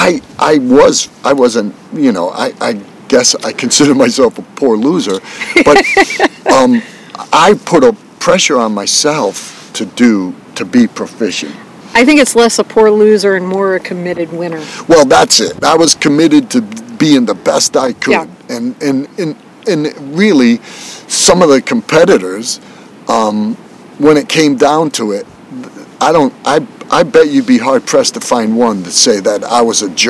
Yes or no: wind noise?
yes